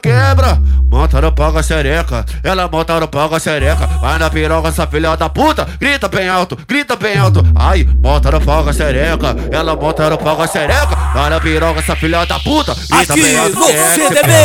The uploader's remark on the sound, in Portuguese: MEGA AO VIVO NO BAILE DO CDB.